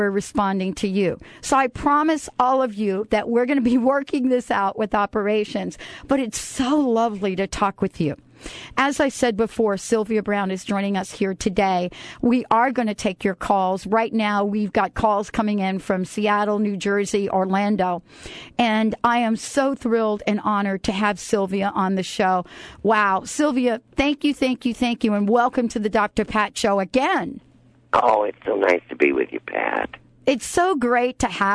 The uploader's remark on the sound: takes calls from listeners